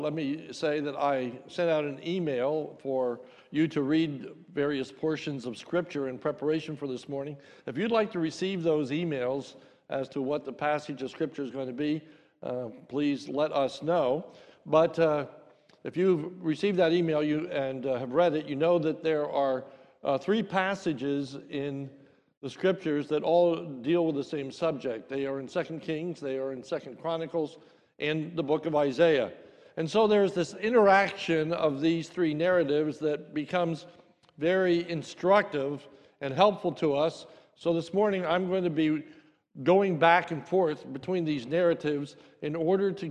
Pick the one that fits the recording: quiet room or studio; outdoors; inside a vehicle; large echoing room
large echoing room